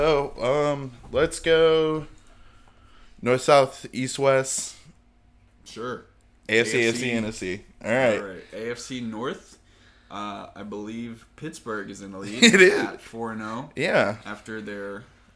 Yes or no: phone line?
no